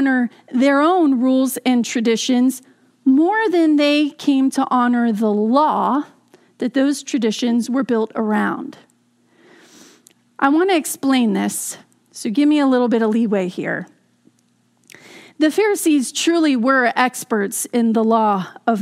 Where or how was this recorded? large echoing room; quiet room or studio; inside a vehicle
large echoing room